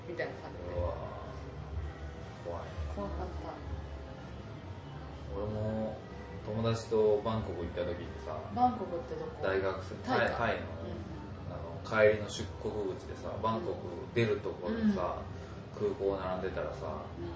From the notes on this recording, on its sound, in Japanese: 久しぶりの対面収録なのでいつもよりテンション高めです。カラオケだとやっぱり雑音が気になりますね。すみません。